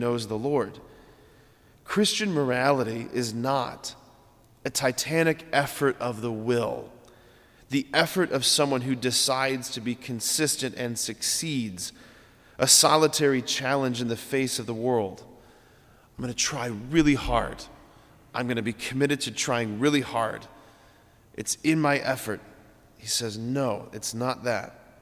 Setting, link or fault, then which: setting, large echoing room